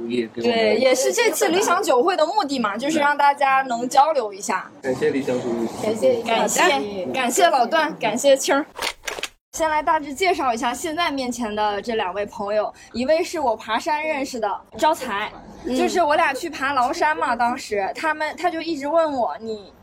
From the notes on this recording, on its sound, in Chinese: 理想酒会活动现场实录。终于在2023/07/29实现了邀请朋友们线下喝酒的理想。北京大小咖啡麦子店。